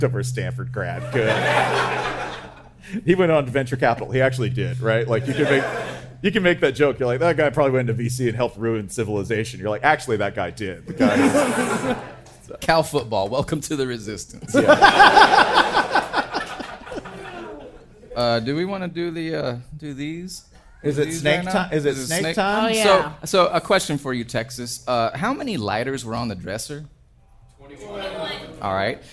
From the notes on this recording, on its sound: Live at SXSW! We cut out the Q&A portion of the show.